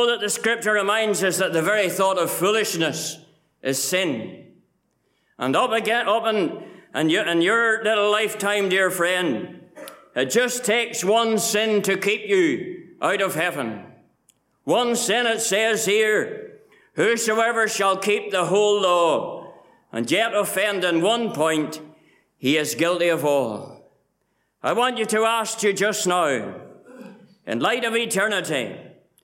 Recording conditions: large echoing room